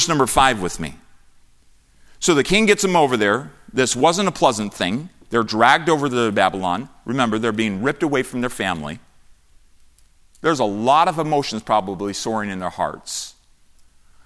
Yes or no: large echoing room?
yes